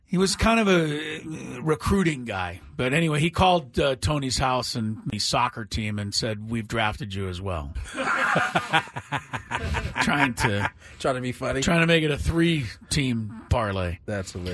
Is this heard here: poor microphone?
no